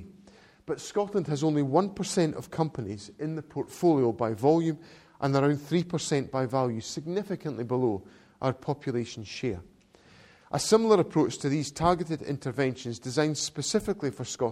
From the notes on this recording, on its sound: to an audience of academics and business experts at the Glasgow School for Business and Society